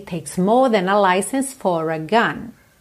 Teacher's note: no final, for a gun, aí eu enrolo o R para poder juntar no A, ok? Takes more than a license for a gun.